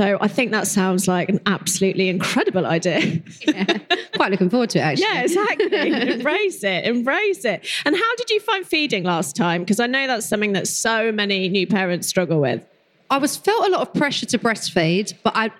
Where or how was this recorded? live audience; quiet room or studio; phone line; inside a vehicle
live audience